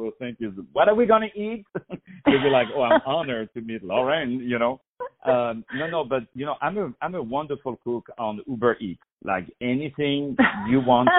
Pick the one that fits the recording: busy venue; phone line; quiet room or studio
phone line